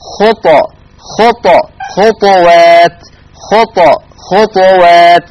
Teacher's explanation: وأنتم كما تعلمون حال إسكان الطاء يترتب على هذا السكون قلقلة حرف الطاء، إذن يقرأ ورش عن الإمام نافع بإسكان الطاء مع مراعاة صفة القلقلة